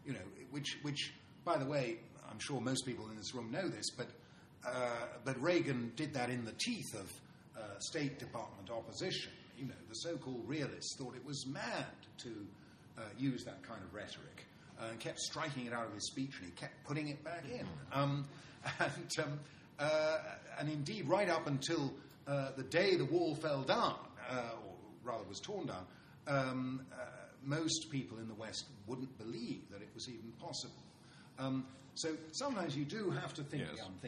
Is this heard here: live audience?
yes